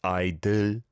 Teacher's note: the l, it's not a dark L sound. There's no sound coming from the back of your throat like when you say dull, dull.